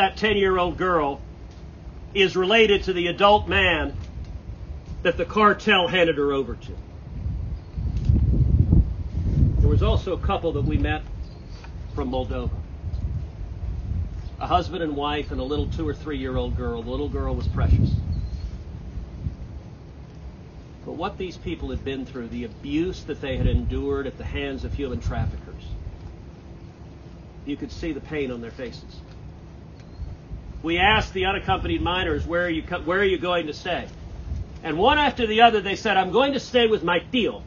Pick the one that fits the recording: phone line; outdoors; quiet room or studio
outdoors